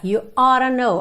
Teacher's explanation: Mesmo que eu fale ought to, percebe que eu tenho um som só de T